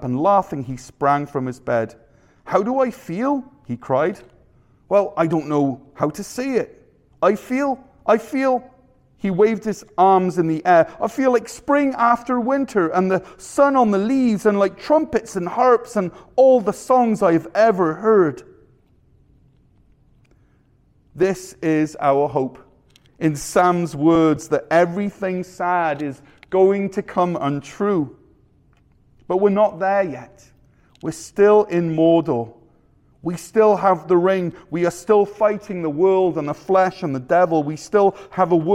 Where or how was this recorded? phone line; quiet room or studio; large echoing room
large echoing room